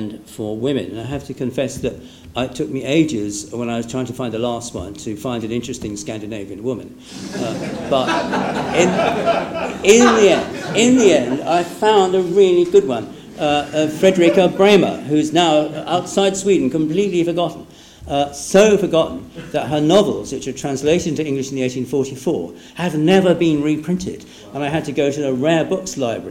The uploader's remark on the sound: The lecture was given on 3 May 2016 at the German Historical Institute London.